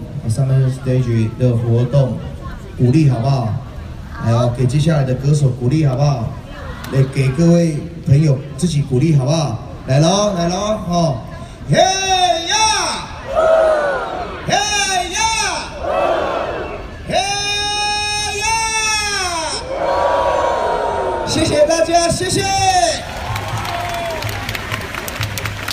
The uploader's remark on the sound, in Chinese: 现场 SummerStage。每年夏天，纽约总有各式的露天音乐会，免费向公众开放。在中央公园的现场。